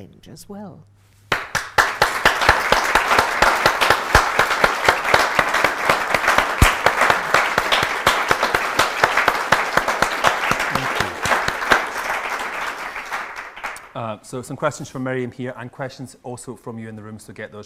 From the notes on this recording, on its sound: Live Literary Salon at the London Library. Interview and reading recorded live.